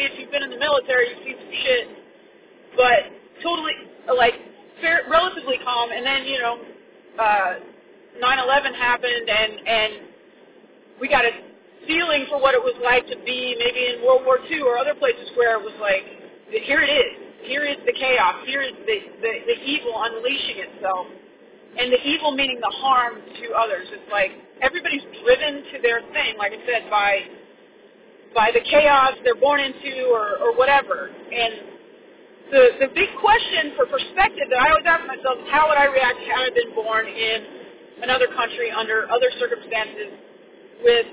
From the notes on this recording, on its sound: Sorry about the car recording.